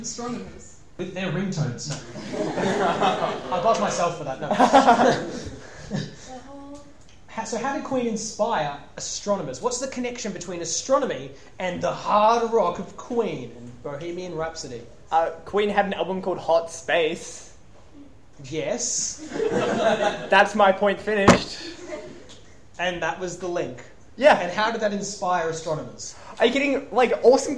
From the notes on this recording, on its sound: Live in front of an audience at YSA Melbourne's Open Day.